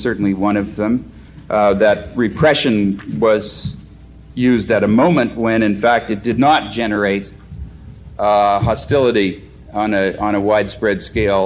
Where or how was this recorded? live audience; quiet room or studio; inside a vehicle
live audience